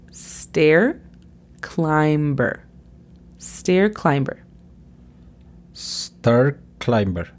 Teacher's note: La pronunciación fonética de stair climber es S-T-E-R, stair, y climber es C-L-A-I-M-B-R. Nota cómo no tenemos vocal entre la B y la R.